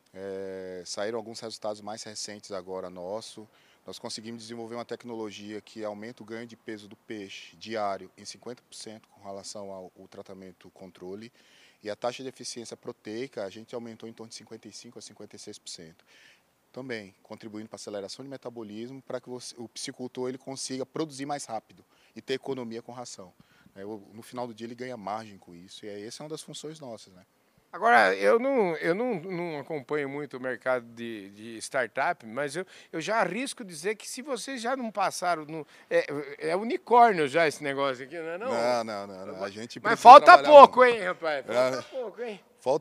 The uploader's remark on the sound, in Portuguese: Prosa exclusiva gravada no Centro de Pesquisas e Inovação em Gases de Efeito Estufa, durante o “Energy Transition“, evento que aconteceu em São Paulo, com o prestígio da presença da prateleira de cima do setor.